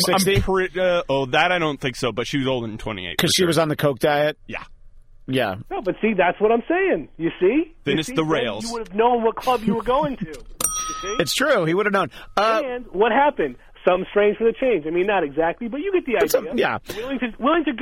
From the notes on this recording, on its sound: via telephone